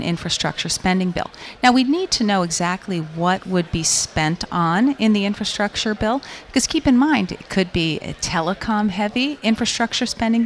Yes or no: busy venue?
yes